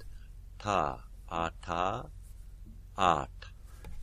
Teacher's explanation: You're going to find a little place where ta-da gets articulated. So it's very similar to what we would think of as a T or D-like sound, ta-da, but with your tongue curled back a little bit. So the underside of your tongue is what's striking the roof of your mouth, ta-da. · Term: retroflex